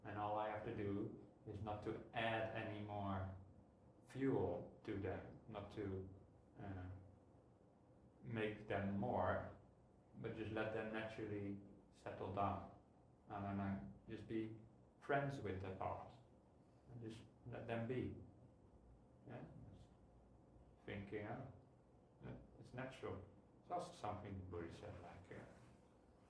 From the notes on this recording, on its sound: Monday Night Meditation at Wat Dhammayanaram, Cambodian Society of WA (CBSWA). They usually consist of a short talk, thirty minute meditation and then questions & answers.